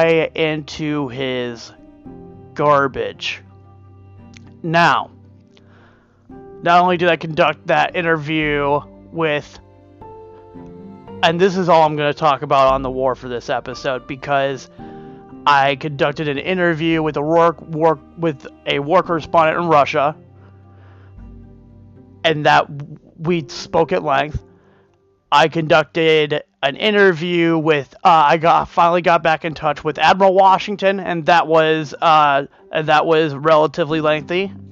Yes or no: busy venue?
no